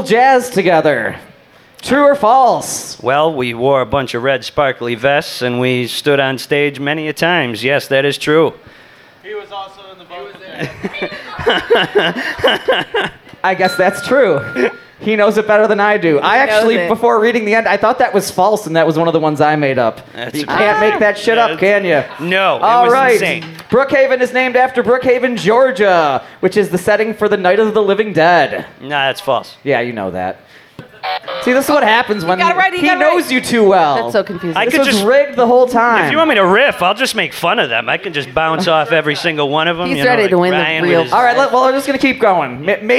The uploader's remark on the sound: LIVE from Milkie’s (from Saturday, October 9th, 2021) with a ton of special guests, games, and other nonsense.